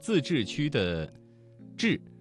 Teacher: 之发音位置，舌尖要抵住或接近硬腭 · Term: 翘舌音声母